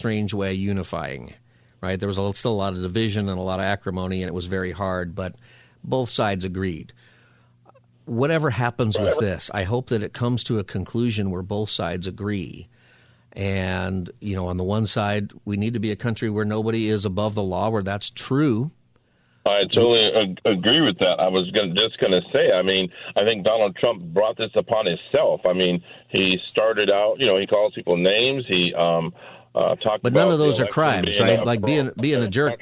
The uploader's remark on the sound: Open Phone Friday